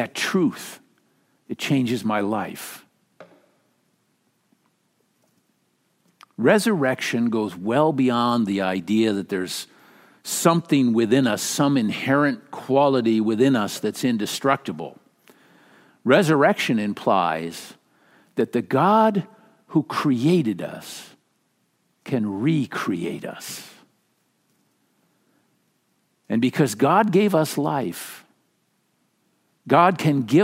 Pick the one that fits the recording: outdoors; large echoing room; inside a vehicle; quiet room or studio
large echoing room